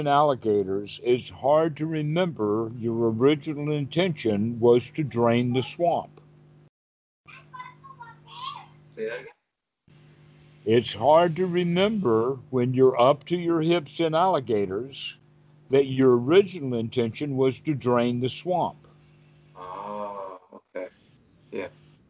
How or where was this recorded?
video call